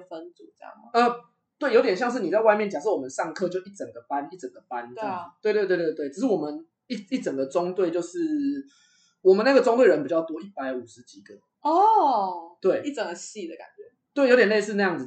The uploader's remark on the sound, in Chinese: 當天錄製完畢後才發現麥克風出現狀況，所以這一集音質很糟，非常抱歉！